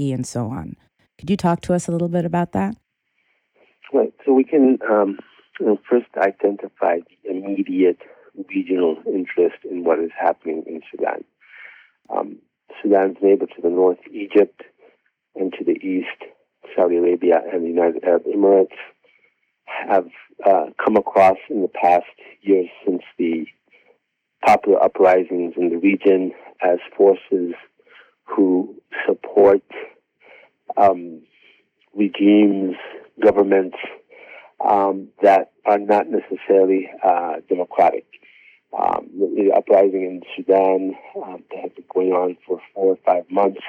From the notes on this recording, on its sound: joins us via telephone